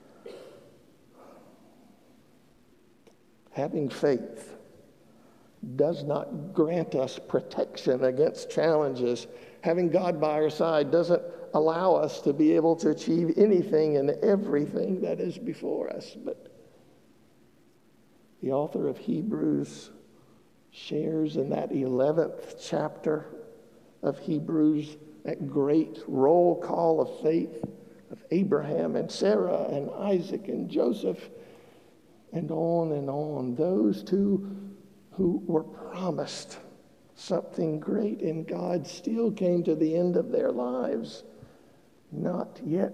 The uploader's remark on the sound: Broad Street United Methodist Church in Statesville. The sermon was recorded on August 7th 2022 at the 11:00 service.